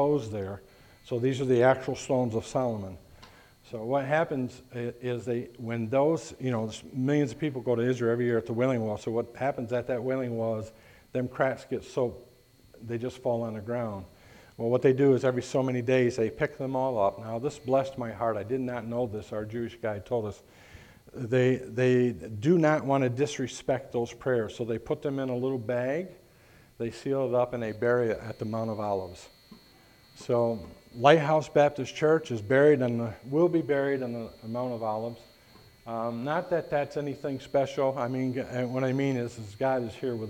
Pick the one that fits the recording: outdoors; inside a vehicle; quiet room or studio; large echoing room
large echoing room